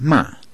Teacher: Fourth tone, that's ma, the falling tone